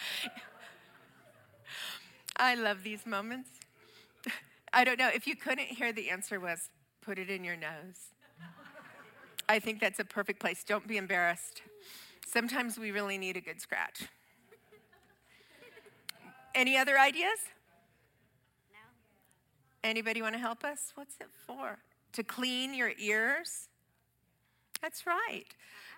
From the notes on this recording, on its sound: Audio of our worship service. Streamed live from our campus in Westlake Village, CA.